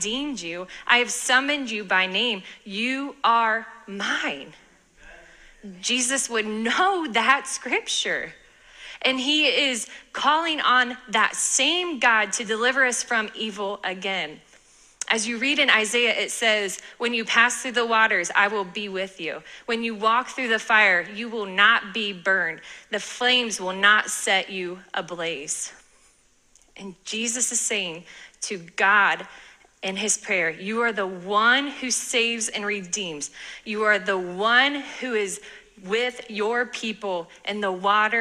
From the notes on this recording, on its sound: sermon from this past Sunday at our church